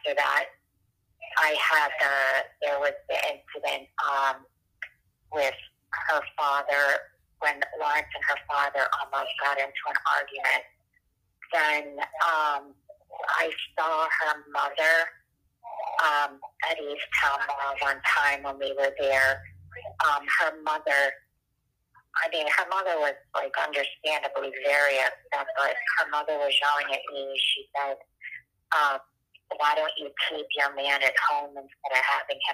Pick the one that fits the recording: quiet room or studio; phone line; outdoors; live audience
phone line